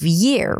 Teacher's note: for the year, there is that extra push, extra movement almost, that creates the Y sound